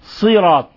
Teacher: تفخيم الصاد وإخلاص الكسرة